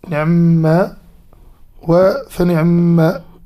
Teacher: بتحريك حرف النون بحركة الكسر مع اختلاس حركة حرف العين